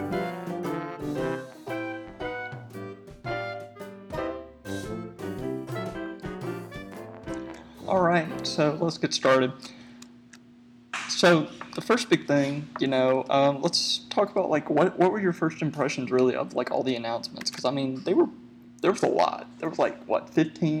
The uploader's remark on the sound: Also, please excuse some of the audio issues. The team is still working on learning their equipment.